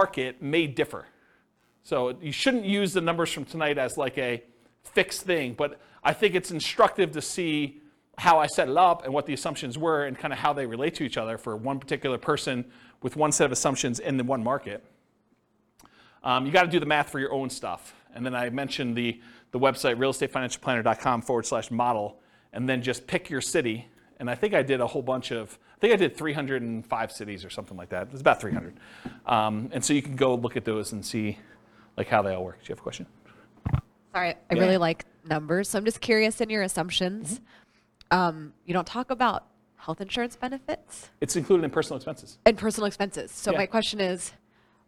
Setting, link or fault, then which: setting, live audience